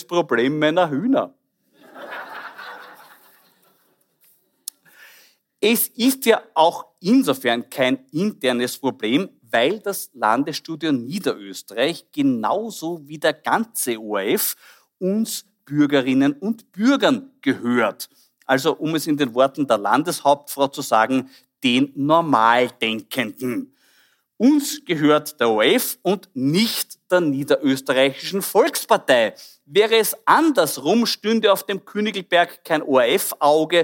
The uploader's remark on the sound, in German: Aufgezeichnet bei der Liveshow von der Bühne im Hof in St. Pölten.